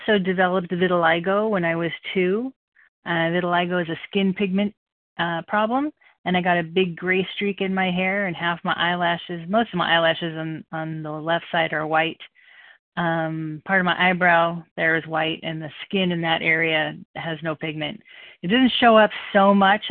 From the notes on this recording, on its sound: from the 100 Pounders Phone Meeting, 5/2/23